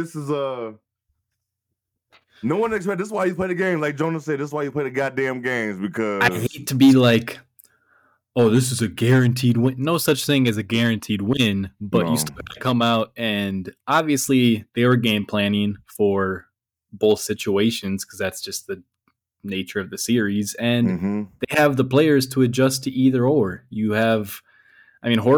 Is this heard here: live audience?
no